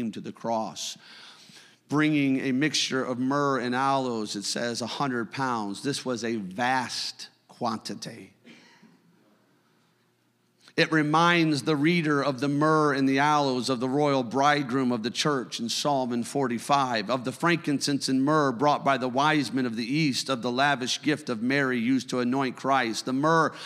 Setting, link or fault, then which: setting, large echoing room